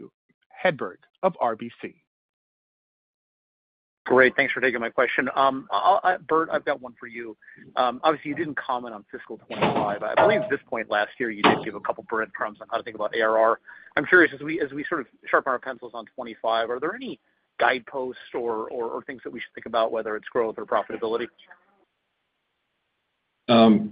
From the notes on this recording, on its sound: Fiscal Third Quarter 2024 Results Conference Call.